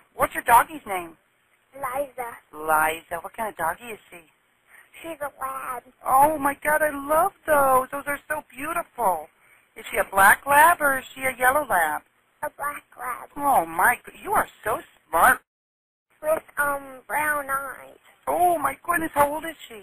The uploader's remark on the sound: FULL 911 CALL